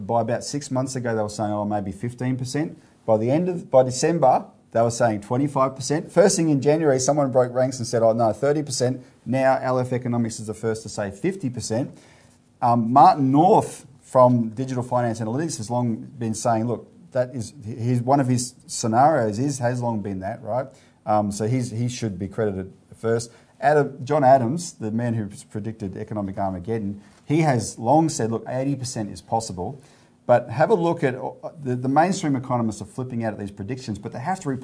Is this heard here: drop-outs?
no